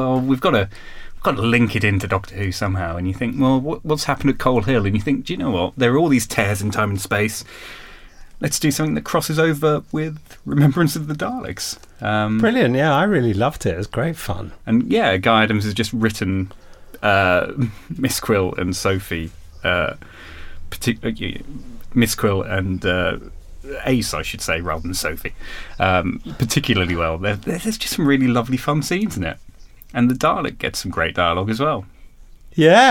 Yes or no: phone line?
no